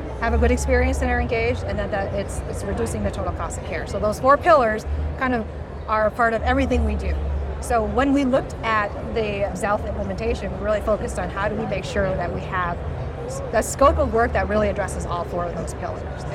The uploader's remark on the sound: live from HIMSS 2023